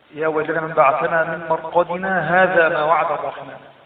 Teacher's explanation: سكتة خفيفة عند ألف مرقدنا